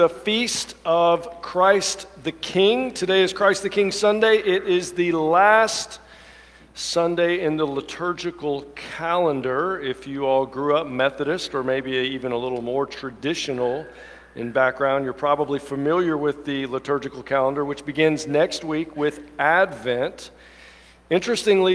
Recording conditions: large echoing room